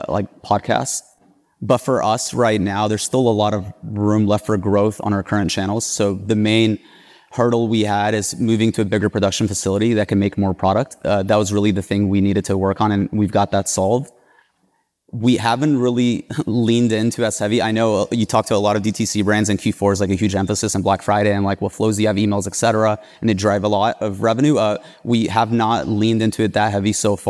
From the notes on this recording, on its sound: Live from Marketingland. Live recording from Marketingland 2023.